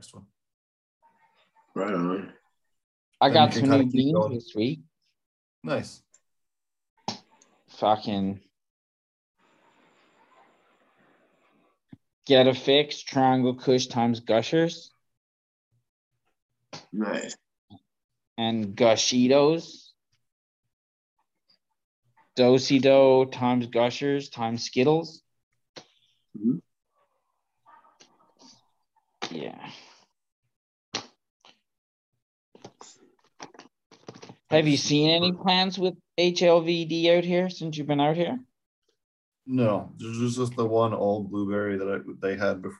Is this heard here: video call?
yes